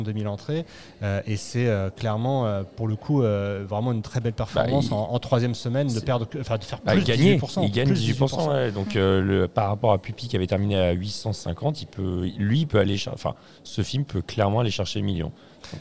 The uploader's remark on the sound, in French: Episode enregistré au cinéma L'Arlequin (Dulac Cinémas).